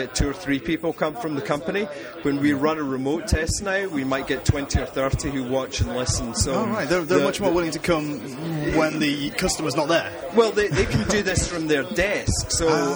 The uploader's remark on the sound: This episode comes “live” from Conversion Jam 2 in Stockholm Sweden. A conference about conversion optimisation.